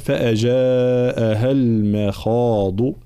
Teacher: كلمة المخاض، ترقيق الميم تفخيم الخاء · الضاد مخرجها حافة اللسان وليس طرف اللسان